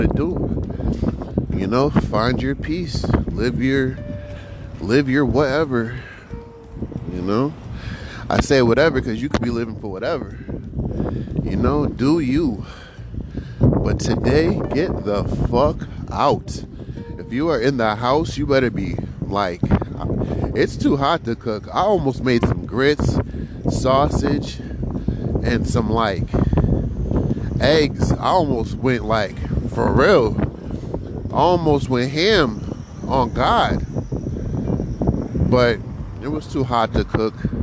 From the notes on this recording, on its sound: Outside real quick. Quick outside gang walk.